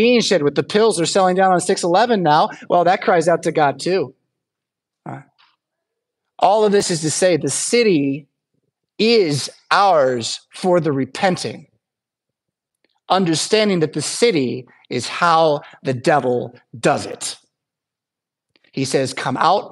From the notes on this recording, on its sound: Preached at St Paul Lutheran Church , Rockford, Illinois on Sunday, March 3rd, 2024.